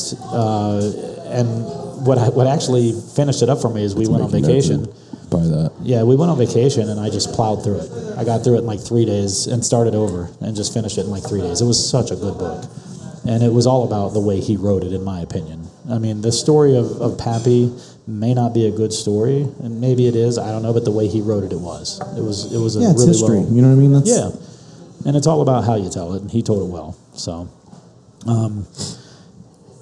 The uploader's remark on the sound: sit down live at Cafe Round II in Grandview